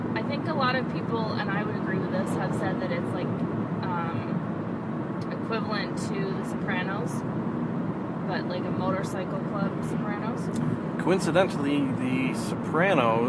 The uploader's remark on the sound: Audio quality is not up to my usual standards since if I edited out the "car sounds" like I usually do you can not hear